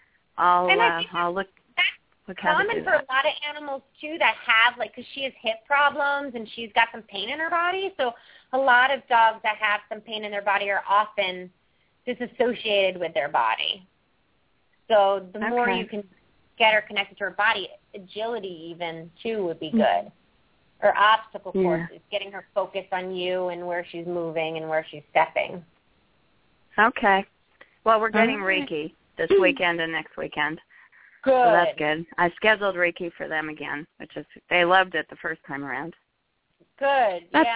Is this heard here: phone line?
yes